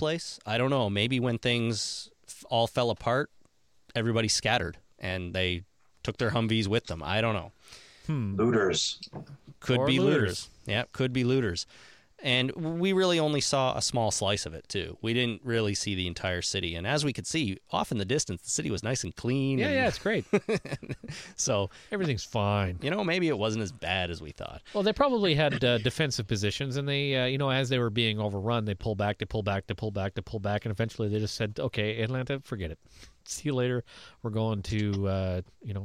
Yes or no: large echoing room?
no